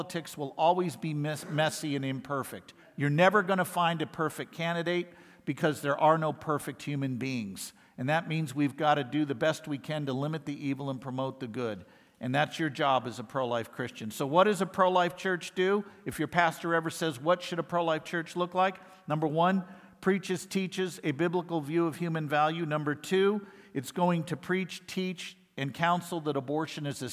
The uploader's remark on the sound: lectures given at IFI’s 2023 worldview conference